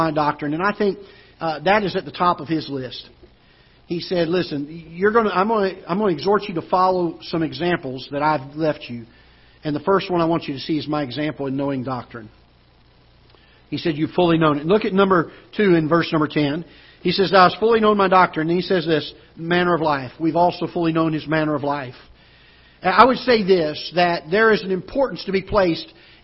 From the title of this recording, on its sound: Ketha Heights Baptist Church ~ Live Broadcast